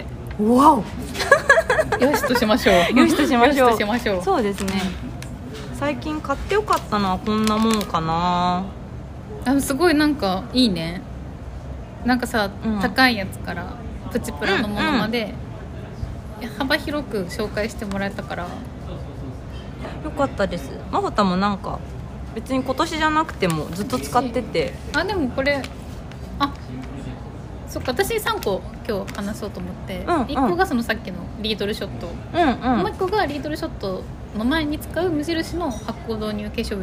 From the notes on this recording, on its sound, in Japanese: カフェでの録音なので環境音たっぷりでお届けします。